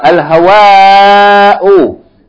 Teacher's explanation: That's with a long vowel and hamza at the end.